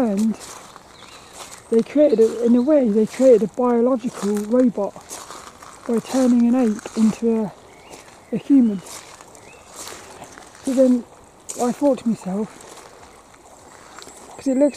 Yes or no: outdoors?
yes